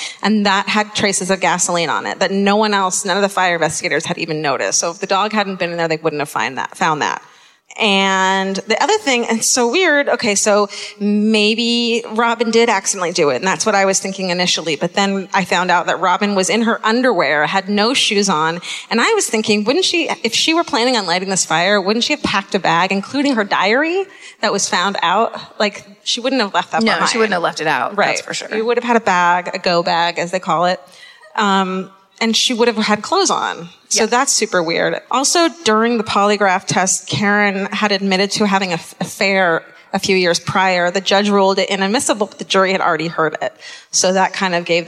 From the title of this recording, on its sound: Live at the Fillmore in Detroit, MI (2017)